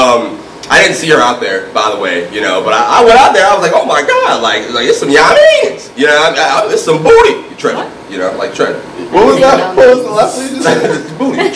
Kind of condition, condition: fault, poor sound quality